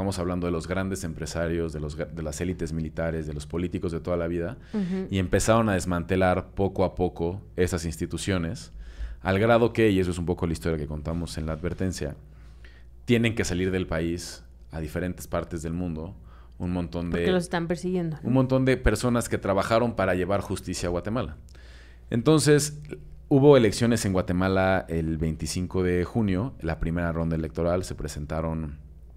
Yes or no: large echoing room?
no